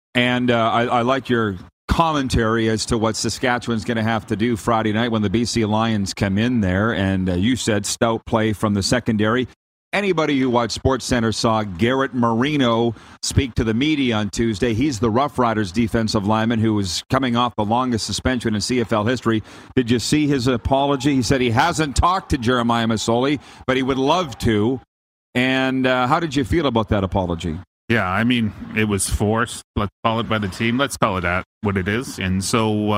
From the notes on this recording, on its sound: Live from the World Junior Quarter-Finals. Back for Week 2 LIVE from inside Rogers Place in Edmonton, Alberta - site of the 2022 World Junior (2.0) championships!